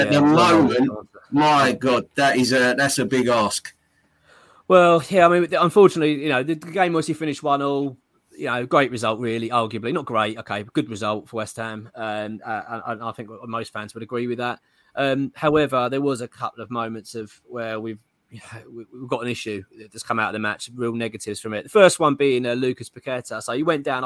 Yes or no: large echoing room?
no